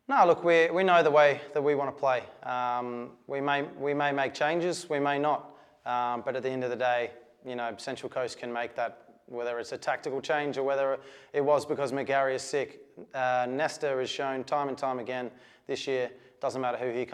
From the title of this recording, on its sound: press conference